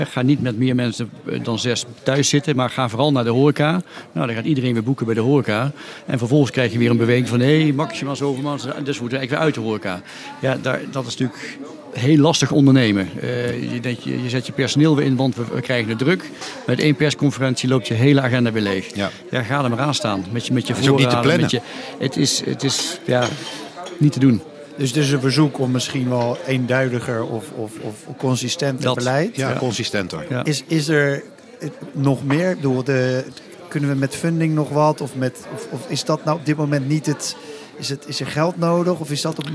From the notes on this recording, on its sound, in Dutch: De Buik Live is eindelijk weer live in dit turbulente jaar, tijdens Gastvrij Rotterdam Special.